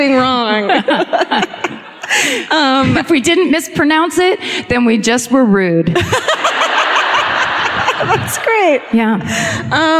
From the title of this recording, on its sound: Live at the Riverside Theater in Milwaukee (2017)